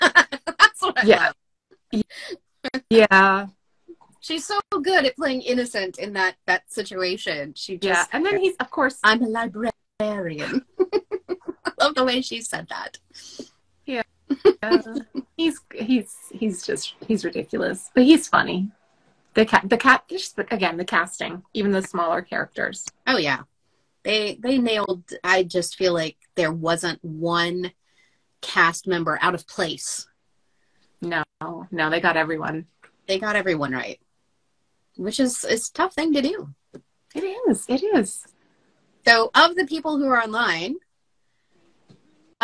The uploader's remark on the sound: We reminisced with our listeners.